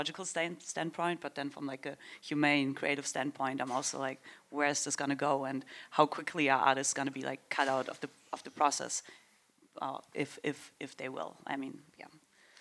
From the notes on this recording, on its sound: One of the hottest sessions from the 2023 Music Tectonics Conference. If you weren't with us in Santa Monica.